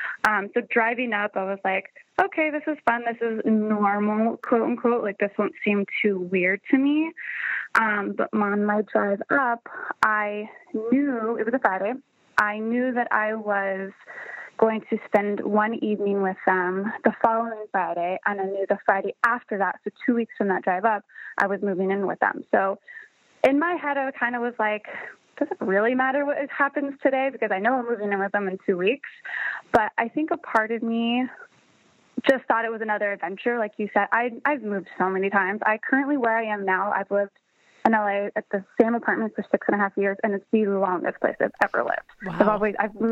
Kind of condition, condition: link, phone line